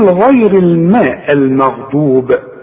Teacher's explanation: الغين اللي عليها السكون بتبقى اقل درجة في التفخيم